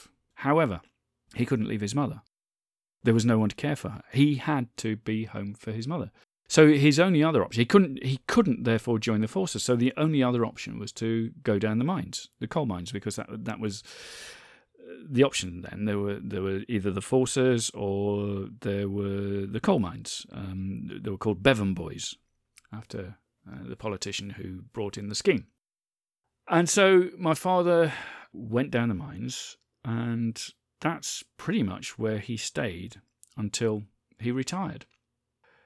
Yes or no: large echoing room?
no